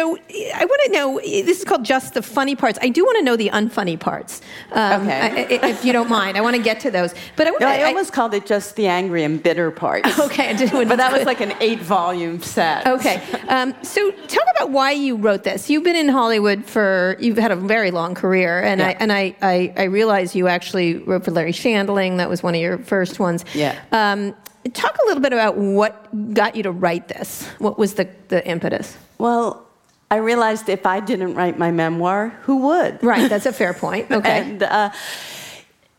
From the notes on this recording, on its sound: In front of a live audience in San Francisco.